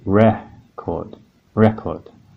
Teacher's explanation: You'll hear that one part of that word, so one syllable, this is a two-syllable word, record, one, two. And you'll notice that the first syllable is stressed in record.